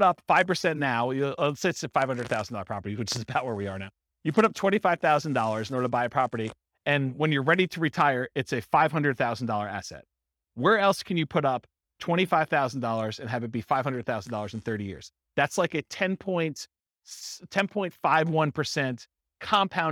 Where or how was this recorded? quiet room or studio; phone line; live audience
live audience